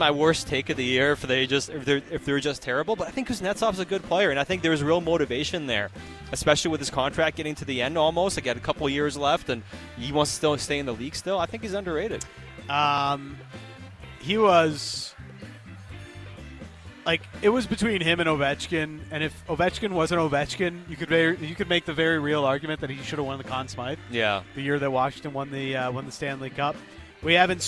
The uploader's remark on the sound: live from Parq Casino